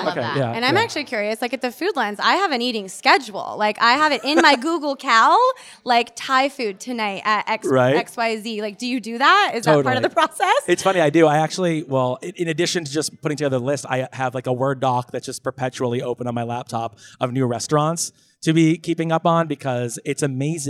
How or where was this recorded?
busy venue